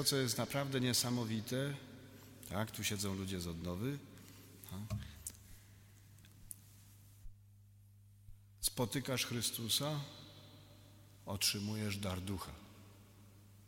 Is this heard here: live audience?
yes